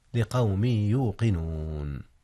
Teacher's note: أدغم التنوين من قوم في ياء يوقنون، وكان الإدغام بغنة